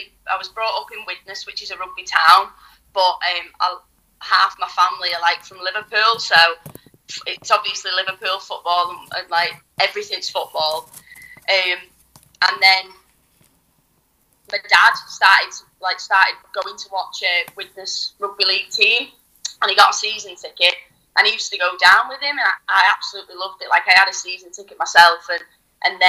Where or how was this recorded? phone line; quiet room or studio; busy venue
phone line